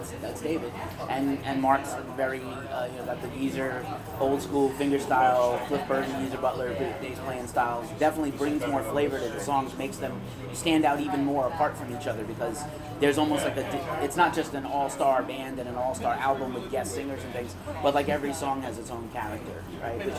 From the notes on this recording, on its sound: Interviewed at Duff’s Alcohol Abuse Center in Brooklyn, New York